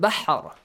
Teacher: Ba has a fatha. If you stop, ra becomes sakin as well. So you pronounce ra heavily.